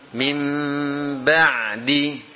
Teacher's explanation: Pada bacaan qalb, mim yang merupakan perubahan dari nun sukun atau tanwin adalah mim mukhfah pada ba yang dilafazkan dengan merapatkan kedua bibir tanpa tekanan